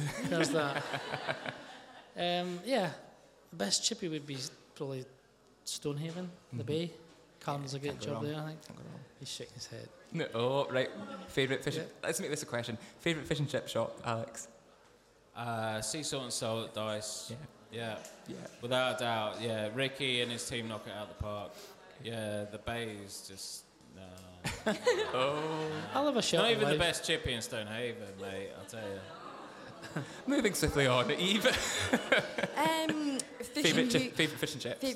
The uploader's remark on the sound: Bringing together a live studio audience